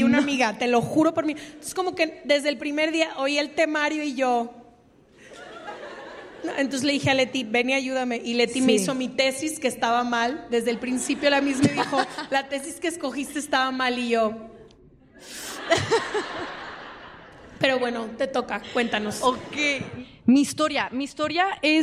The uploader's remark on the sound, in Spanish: Que grabamos en CDMX desde el Lunario del Auditorio Nacional con público en vivo.